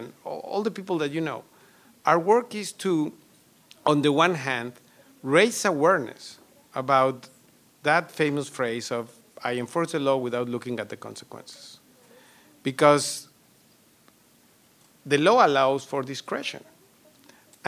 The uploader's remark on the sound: KUT hosted a community discussion on July 18 at the George Washington Carver Museum and Cultural Center.